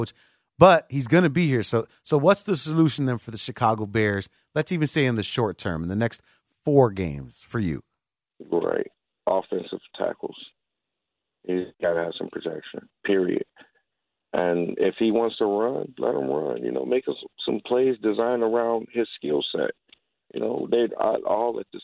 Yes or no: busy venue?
no